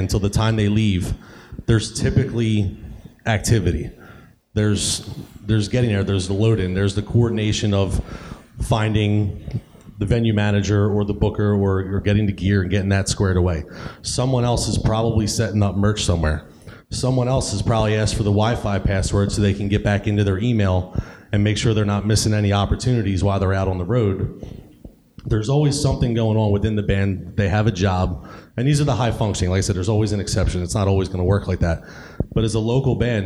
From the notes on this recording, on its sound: recorded at the 2016 Electric City Music Conference on Saturday, Sept.